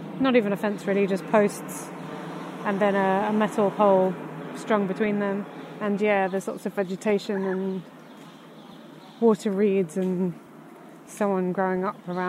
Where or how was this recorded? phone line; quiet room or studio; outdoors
outdoors